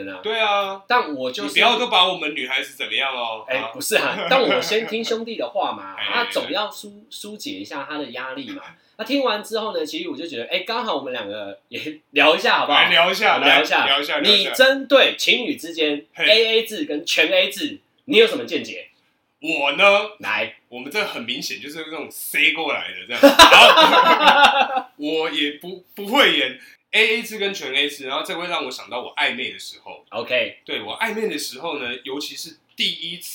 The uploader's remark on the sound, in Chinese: 本集於配備升級之前錄製的, 聲音上需要大家的體諒